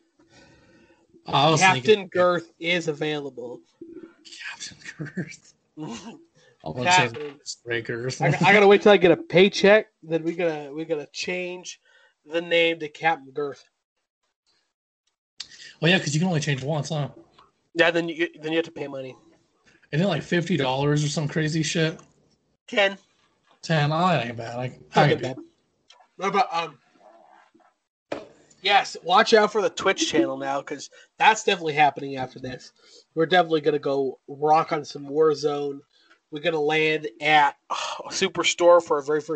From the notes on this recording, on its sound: socialism distance over Skype